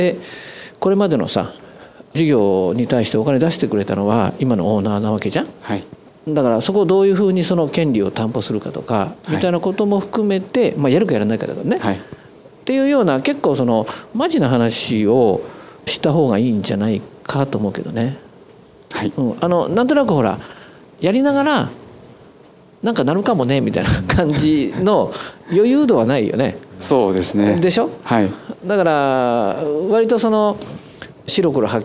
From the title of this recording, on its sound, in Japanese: 大阪公開収録